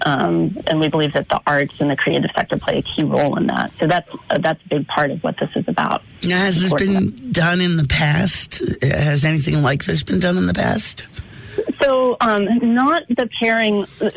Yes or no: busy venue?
no